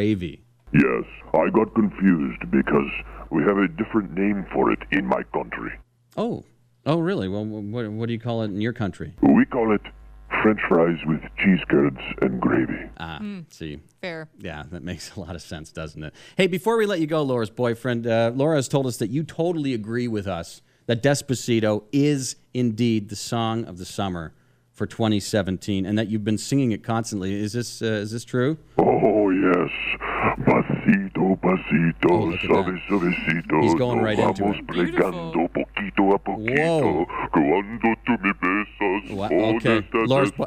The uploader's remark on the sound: we get him on the phone